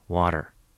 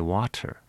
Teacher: We call it a, a flap sound, where the tongue tip touches the ridge, the alveolar ridge of the mouth very quickly · Shown in: first take